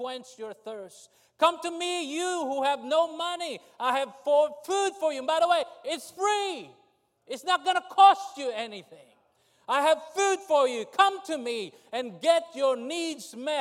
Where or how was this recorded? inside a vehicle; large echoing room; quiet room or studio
large echoing room